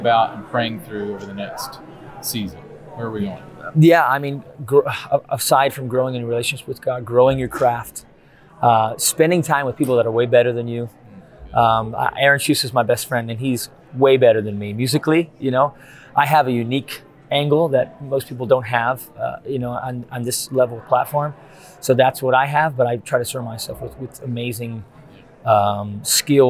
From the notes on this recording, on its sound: NRB 2021 Backstage Pass. We recorded these interviews at the 2021 National Religious Broadcasters Convention in Grapevine, TX at the Gaylord Texan.